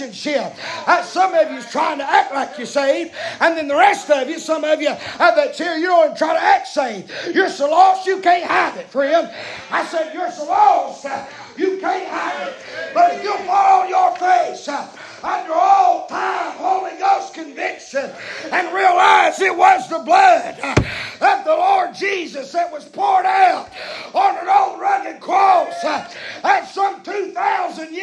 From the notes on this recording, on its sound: preaching live from Still Water Baptist Church